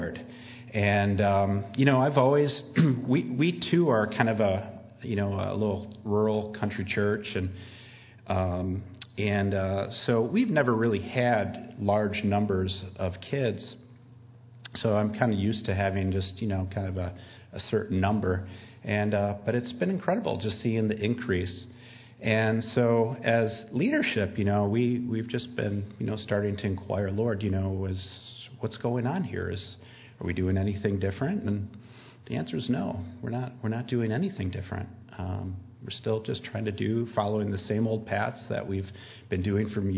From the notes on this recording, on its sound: We had some technical difficulties early on so we apologize for the hum and low volume of the audio.